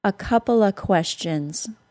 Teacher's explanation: reduced to just the uh or schwa sound